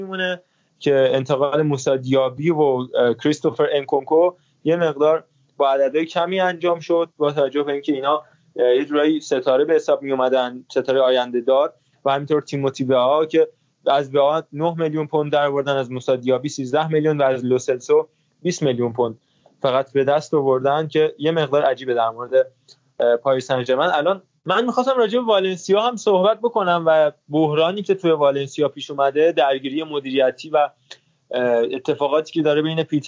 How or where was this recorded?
video call